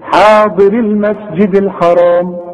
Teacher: يبقى الراء هي اللي بتثبت وتظهر انها مكسورة